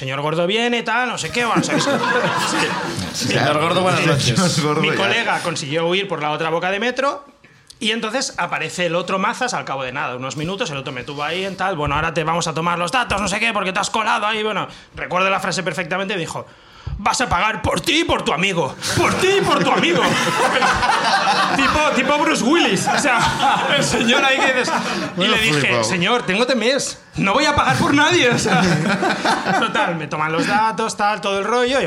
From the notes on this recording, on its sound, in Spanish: El público de La Llama sube al escenario